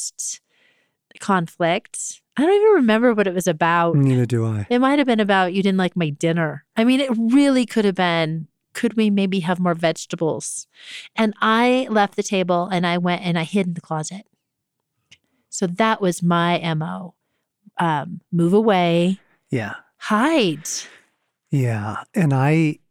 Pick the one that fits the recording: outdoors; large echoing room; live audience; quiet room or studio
quiet room or studio